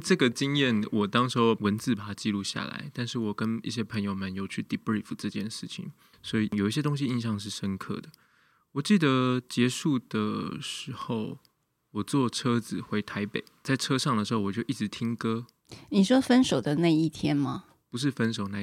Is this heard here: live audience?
no